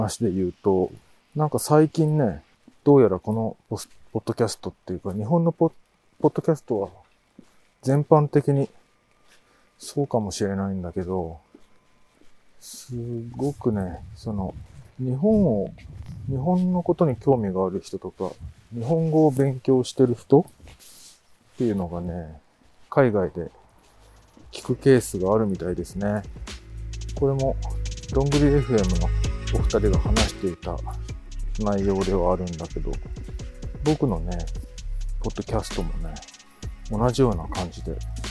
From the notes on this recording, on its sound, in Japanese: 冬のお散歩収録。ある日、晴れた日のお散歩収録です。